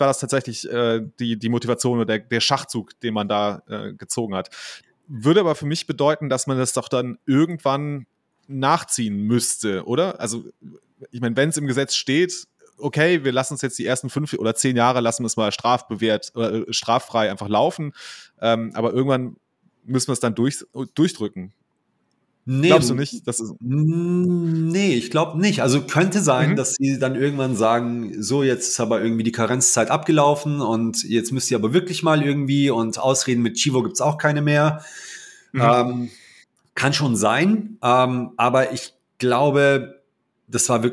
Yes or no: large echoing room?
no